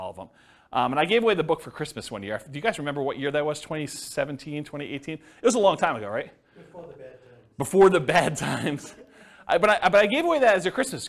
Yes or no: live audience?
yes